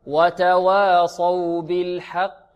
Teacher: الحاء مرقة والقاف في أقل مراتب التفخيم، في أقل مراتب التفخيم هكذا.